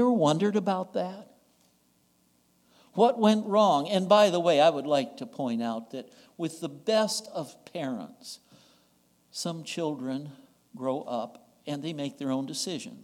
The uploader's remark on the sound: recorded on June 18, 2022, at the Ringgold Seventh-day Adventist Church